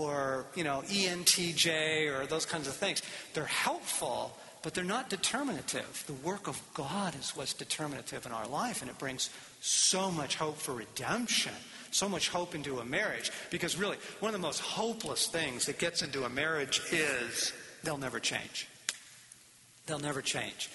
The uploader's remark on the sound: Q&A time from the Love & War tour